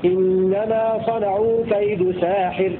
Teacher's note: بفتح السين ممدودة بألف بعدها وكسر الحاء: إنما صنعوا كيد ساحر، على وزن فاعل.